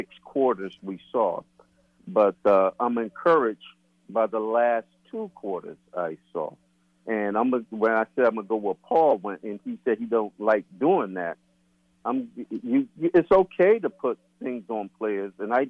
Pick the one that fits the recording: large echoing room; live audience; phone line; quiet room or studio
phone line